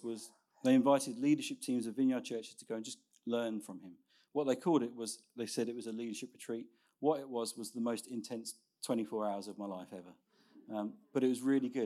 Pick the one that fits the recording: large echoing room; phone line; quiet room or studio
large echoing room